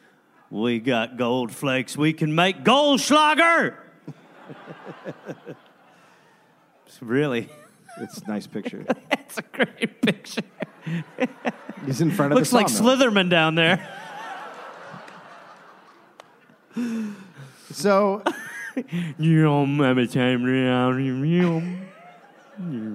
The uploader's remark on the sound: Recorded live in Sacramento, California.